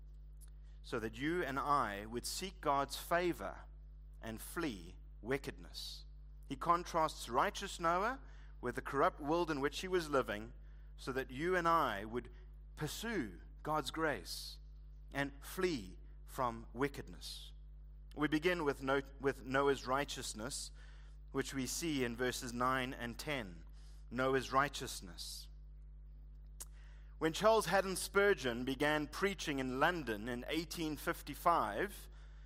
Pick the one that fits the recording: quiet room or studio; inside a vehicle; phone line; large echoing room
large echoing room